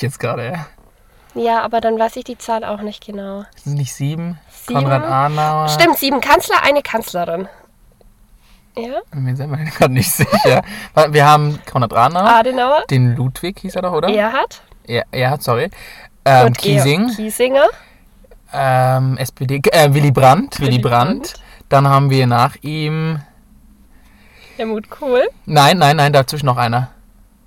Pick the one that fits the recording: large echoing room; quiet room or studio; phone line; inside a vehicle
inside a vehicle